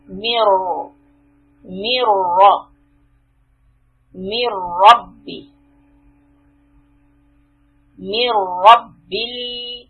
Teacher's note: the ra has a fatha, so we are going to make the ra heavy